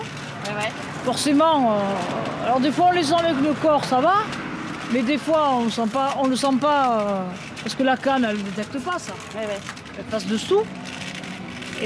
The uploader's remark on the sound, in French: Le bruit de différentes rues, la télécommande qui marche ou pas devant les feux ou les passages piétons. En mode reportage... Au micro zoom.